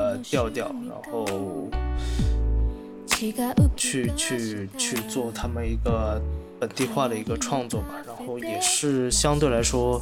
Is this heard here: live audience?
no